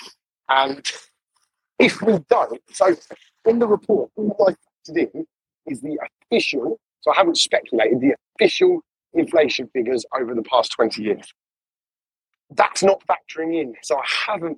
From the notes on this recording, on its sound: Poor audio but good info sorry. Poor audio guys sorry!